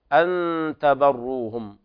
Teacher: أن تبروهم إخفاء حقيقي لوقوع التاء بعد النون الساكنة